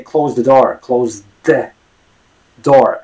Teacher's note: You gotta imagine that the th is actually a d.